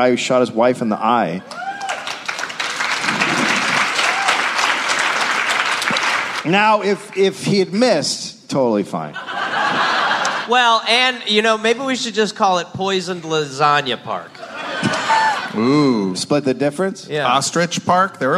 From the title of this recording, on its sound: live LA Podfest